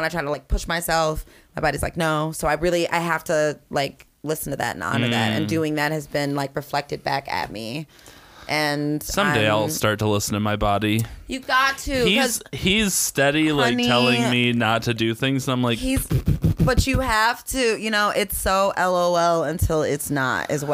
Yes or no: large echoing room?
no